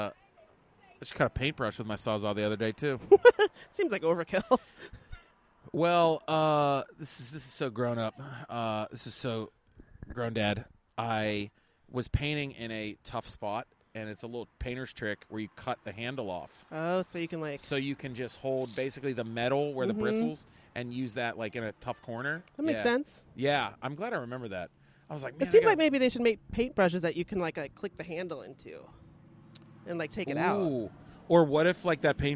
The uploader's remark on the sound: on the porch to enjoy the spring weather, the kids playing outside